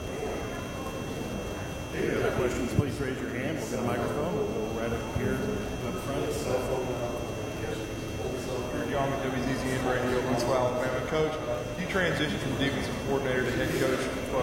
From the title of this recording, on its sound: Main Room Press Conference